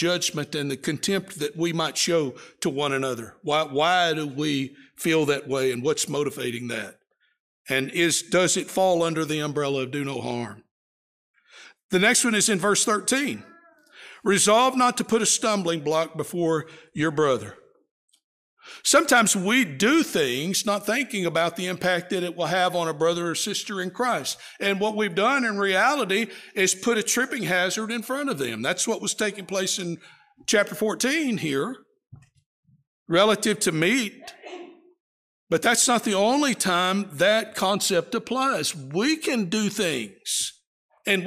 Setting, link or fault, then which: setting, large echoing room